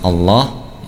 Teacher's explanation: huruf lam dibaca tebal hanya pada lafaz Allah, ya, atau pada kata lafzul jalalah, lafaz Allah.